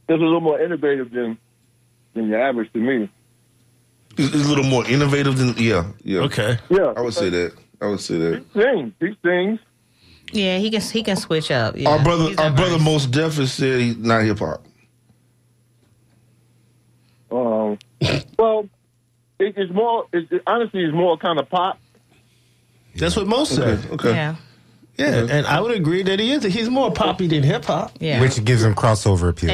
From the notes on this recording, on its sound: unique magazine format call-in show